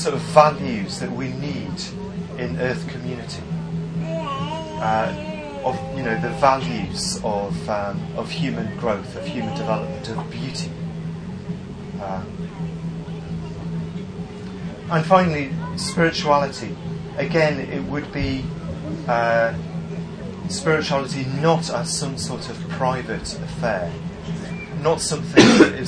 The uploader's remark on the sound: Please note: there are a few minutes missing at the start, and the original recording was very poor. Talk given at Buddhafield Festival, 2006.